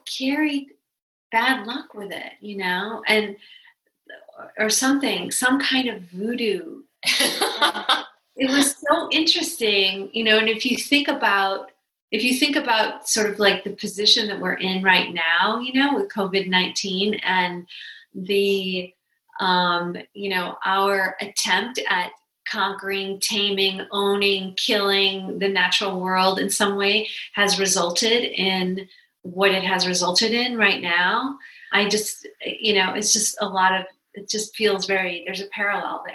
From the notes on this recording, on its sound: In tonight's virtual conversation